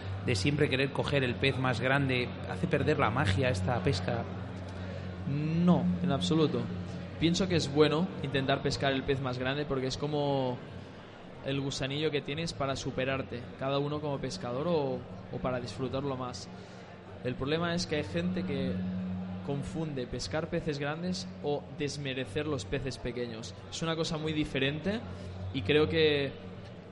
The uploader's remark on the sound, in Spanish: desde Carpmadrid en Directo